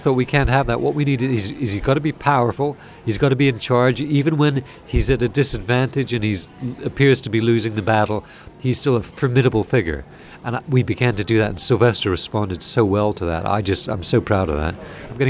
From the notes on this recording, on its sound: recorded at TimeGate 2013 in Atlanta